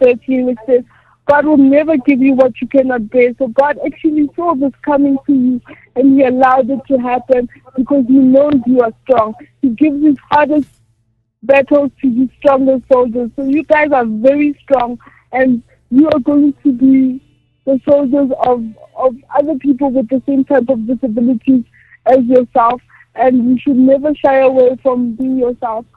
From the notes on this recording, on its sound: joined over phone